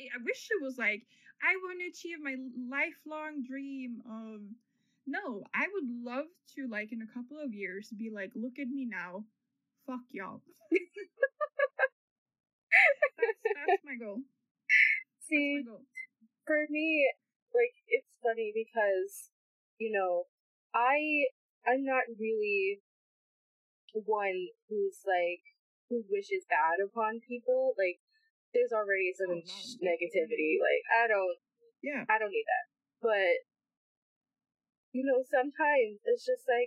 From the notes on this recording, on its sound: Mic should get better for Episode 3. Apologies for the occasional knocks, roofers decided to show up without prior knowledge on a Sunday.